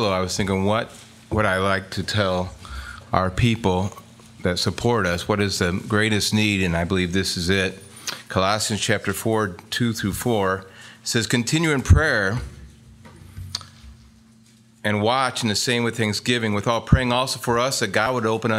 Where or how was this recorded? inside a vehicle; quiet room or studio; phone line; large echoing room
large echoing room